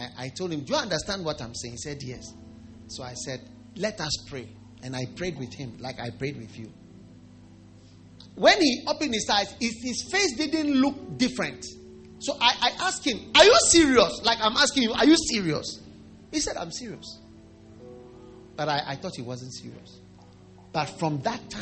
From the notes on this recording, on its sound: Preached at the First Love Church, Wisconsin University.